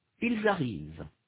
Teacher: Note in particular that the S of tu arrives is not pronounced, nor is the final NT of ils arrivent.